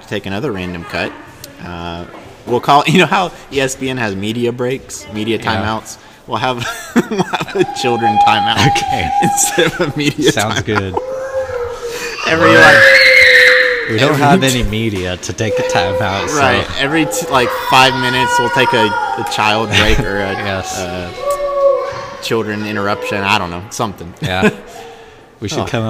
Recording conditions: background noise